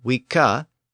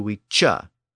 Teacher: pronunciation of the letter C changed from K to CH